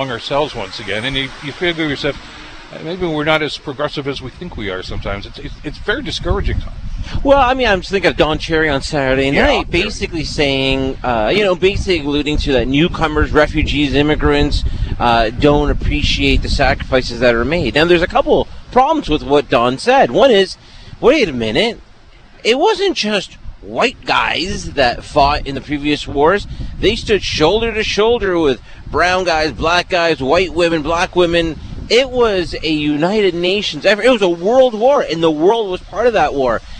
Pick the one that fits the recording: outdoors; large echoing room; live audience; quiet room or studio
outdoors